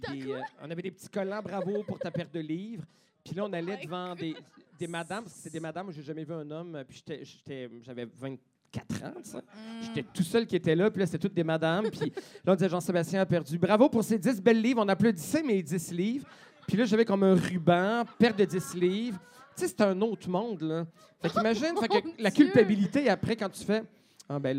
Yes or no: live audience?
yes